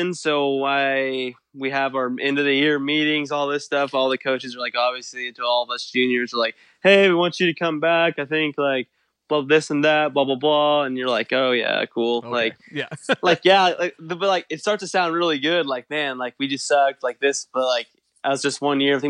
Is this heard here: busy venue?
no